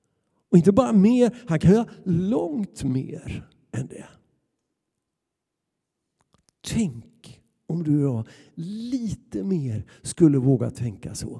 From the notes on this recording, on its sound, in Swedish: Inspelning från Immanuelskyrkan Skövde.